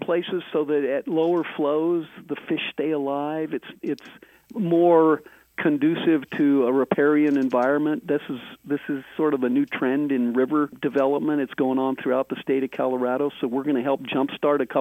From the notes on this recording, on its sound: In this episode we are doing a phone interview.